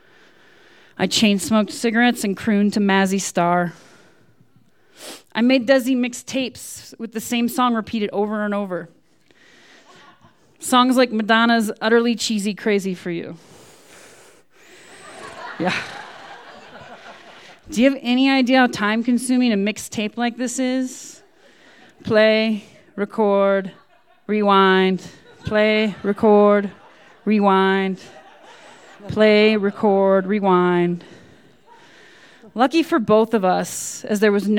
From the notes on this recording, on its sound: These stories were recorded live at Buntport Theater on February 18, 2015.